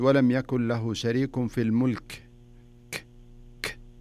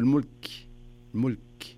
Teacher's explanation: الكاف هذا من حروف الهمس، زين، وليس من حروف القلقلة · Shown in: second take